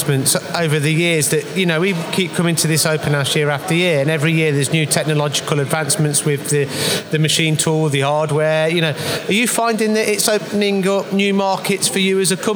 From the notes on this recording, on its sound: Recorded at Star GB's recent open house event in Derby. The showroom at Star GB's UK head quarters.